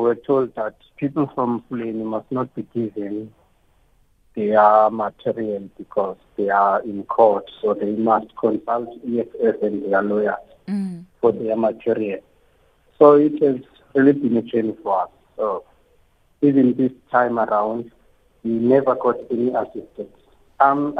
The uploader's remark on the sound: Called in wanting to tell us what the situation is in his area.